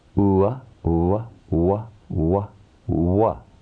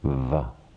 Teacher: Ua, wa, wa, wa, wa. But wa is pronounced with the help of the teeth, touching the lower lip · Shown in: second take · and we get va.